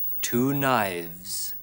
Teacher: In der Mehrzahl klingt es stimmhaft.